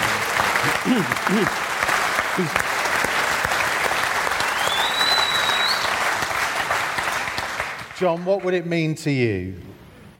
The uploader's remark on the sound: take to the stage at Wolverhampton Grand Theatre for the Old Gold Club live show